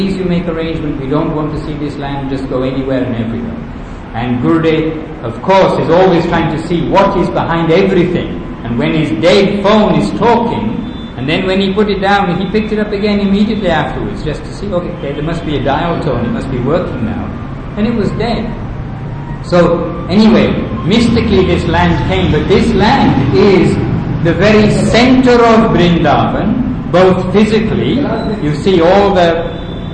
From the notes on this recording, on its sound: during the festival at our Vrindavan temple